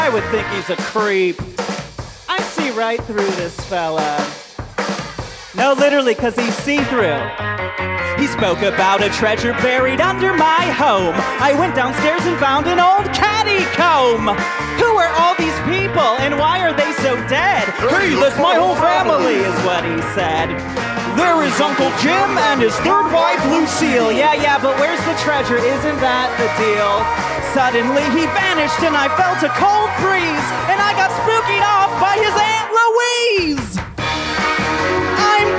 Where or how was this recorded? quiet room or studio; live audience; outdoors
live audience